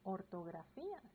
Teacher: No podríamos decir, por ejemplo, esta palabra ortografía si yo no respeto el acento en la última I, en la última sílaba